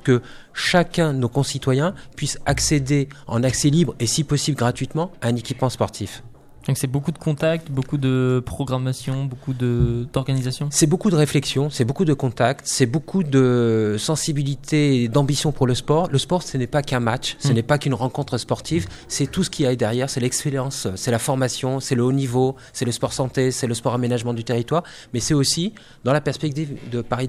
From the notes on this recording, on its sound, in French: Emission réalisée en direct samedi 30 mars 2019 depuis le Campus des metiers 37 de Joué-les-Tours.